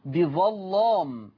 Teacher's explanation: تغليظ اللام، تغليظ اللام في الآية 182 بظلام، بظلام 182، والسبب لأن اللام مفتوحة وقبلها الظاء مفتوحة